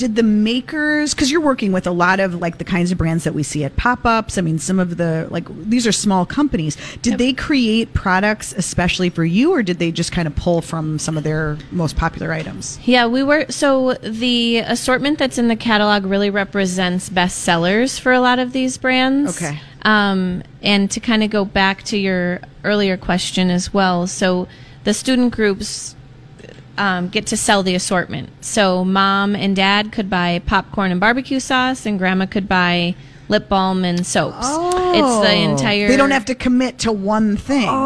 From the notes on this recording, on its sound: broadcast live at Max's